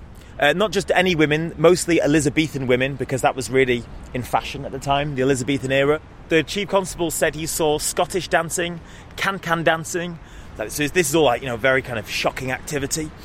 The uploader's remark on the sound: On a tour around the city. Free Manchester Walking Tours.